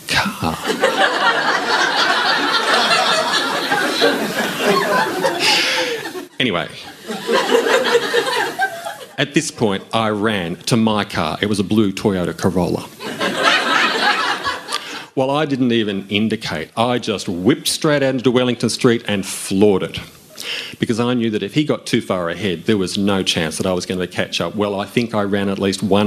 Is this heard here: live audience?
yes